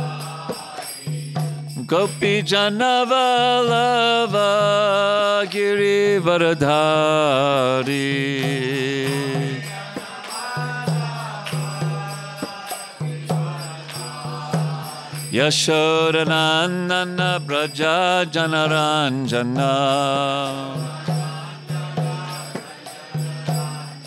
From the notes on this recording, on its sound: at the ISKCON temple in Potomac, Maryland.